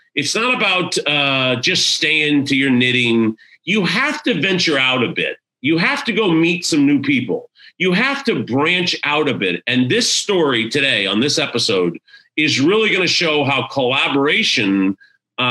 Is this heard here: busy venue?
no